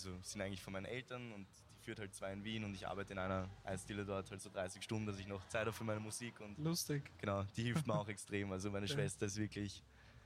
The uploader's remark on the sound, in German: LIVE vom NOT AFRAID Festival , Österreichs neuem Hip-Hop Festival. LIVE vom NOT AFRAID Festival , Österreichs neuem Hip-Hop Festival.